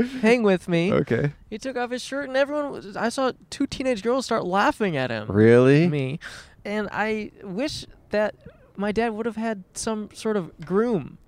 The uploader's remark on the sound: Outside A Public Restroom. Recorded on 5/15/21 in Griffith Park, Los Angeles.